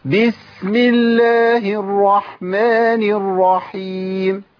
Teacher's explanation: اول خطا بيقابلني هو عند سكون السين الرخاوه بتزيد او بيتحرك الحرف